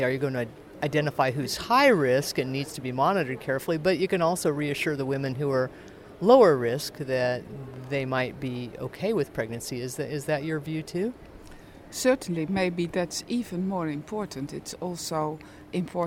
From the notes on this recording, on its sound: This podcast was recorded at the European Society of Cardiology Annual Scientific Sessions, Barcelona Spain, August 31, 2014.